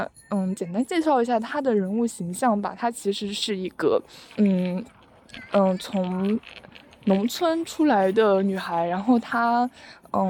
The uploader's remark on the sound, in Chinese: 走在半路突然就录起来，在有点吵闹的操场上录制了这期节目。